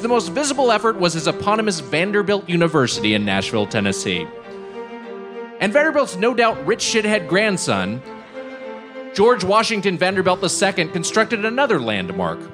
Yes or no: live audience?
yes